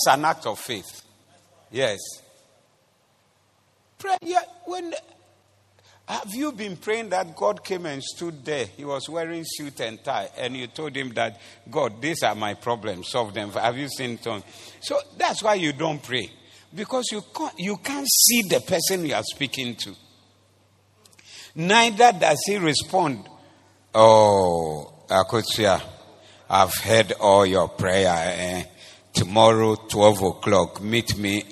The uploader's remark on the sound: Preached at the Doxa Service